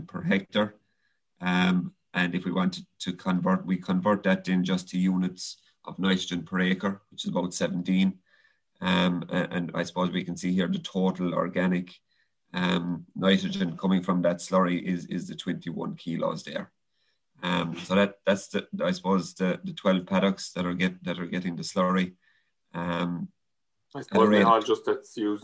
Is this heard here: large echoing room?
no